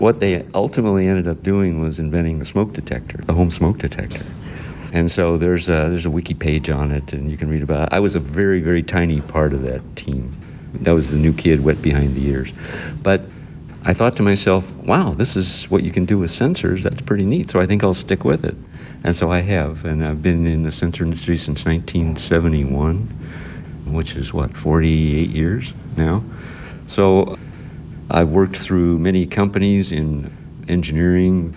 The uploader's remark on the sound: We had the opportunity to record onsite during the conference